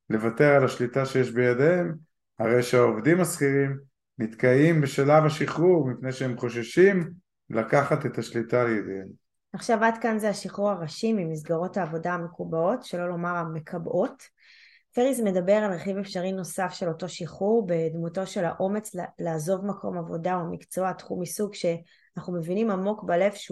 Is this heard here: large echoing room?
no